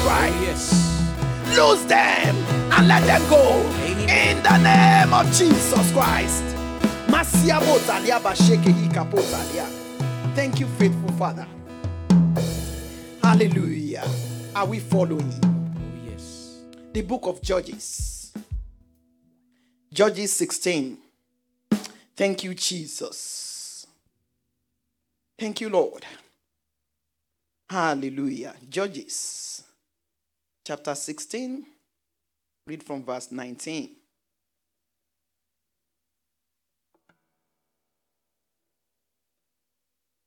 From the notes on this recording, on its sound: This teaching was extracted from our Live Church Service in Townsville